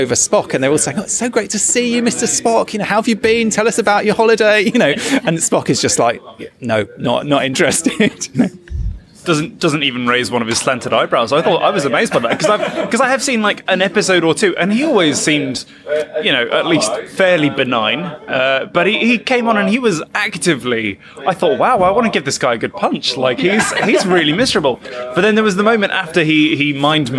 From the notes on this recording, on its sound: Recorded live at the Prince Charles Cinema in London’s West End. At an anniversary screening of Star Trek: The Motion Picture.